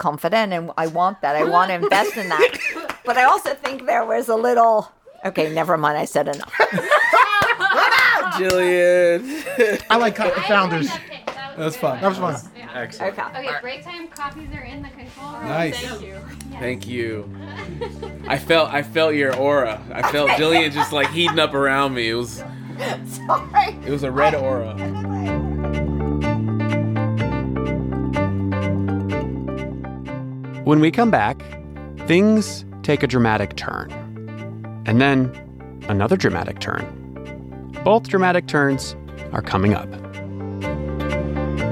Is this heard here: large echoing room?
no